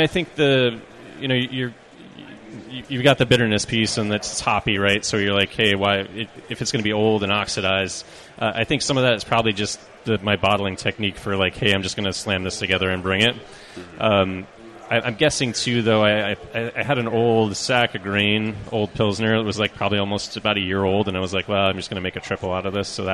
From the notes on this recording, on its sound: When we head off to HomebrewCon to commune with our fellow homebrewers, and do a live show on the conference floor!